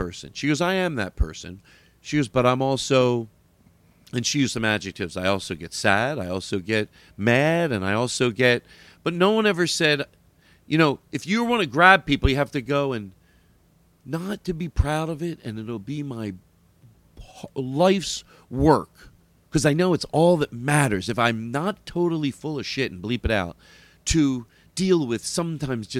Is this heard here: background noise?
no